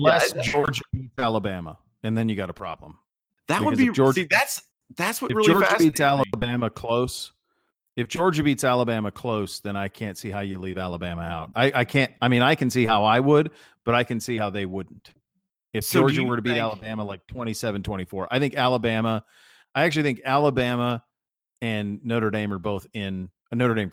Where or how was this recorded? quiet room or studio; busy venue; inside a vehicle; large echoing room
quiet room or studio